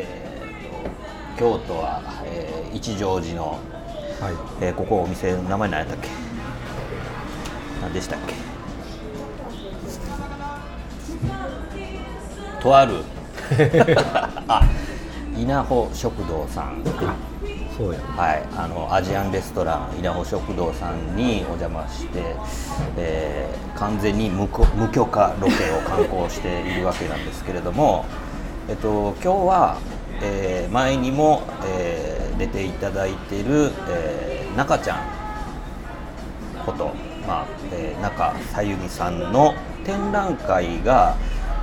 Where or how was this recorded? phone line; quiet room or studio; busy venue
busy venue